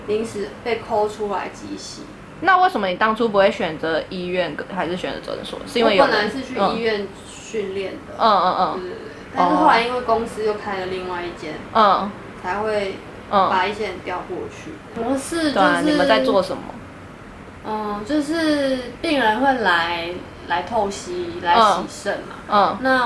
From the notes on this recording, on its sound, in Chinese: 這集是在朋友家錄音，因住大馬路旁所以會有一些環境音，。加上朋友家養魚所以會有水聲，請見諒。